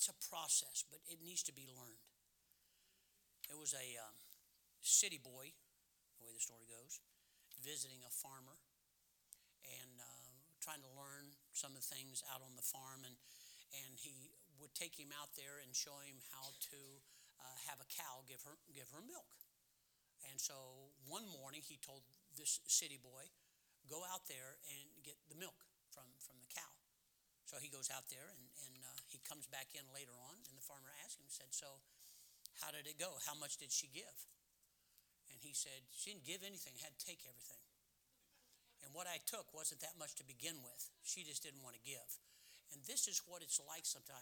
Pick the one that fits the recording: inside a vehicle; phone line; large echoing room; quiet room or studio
large echoing room